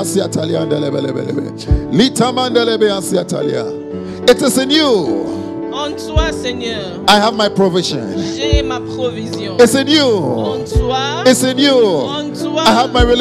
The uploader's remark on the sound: Preached during Joyful Hour Sunday Service